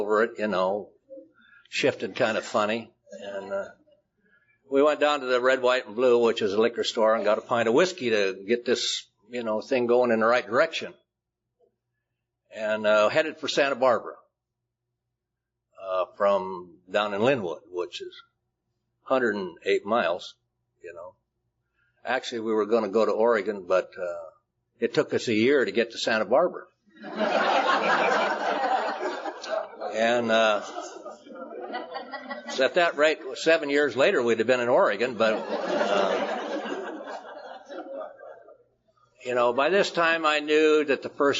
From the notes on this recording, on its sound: telling his very colorful story at the Inland Empire Roundup held in 2005